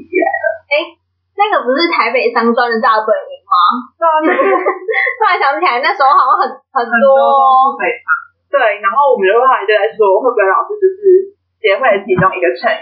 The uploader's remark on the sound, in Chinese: 因錄音當日設備及場地問題，音質欠佳